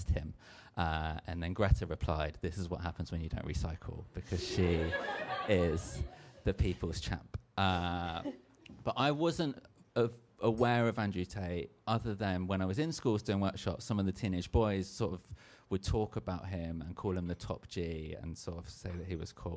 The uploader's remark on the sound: We're back with a live studio audience! Season 3 kicks off in my beloved hometown of Margate.